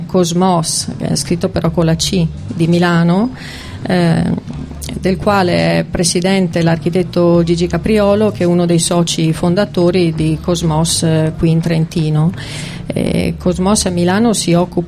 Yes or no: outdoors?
yes